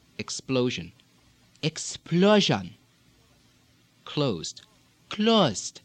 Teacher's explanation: Let's look now at the long O. The long O also tends to inflect upward